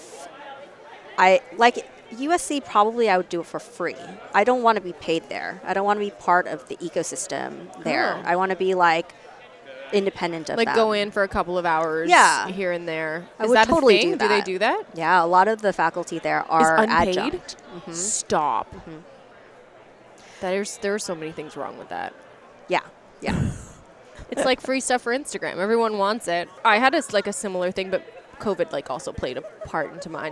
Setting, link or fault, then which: setting, busy venue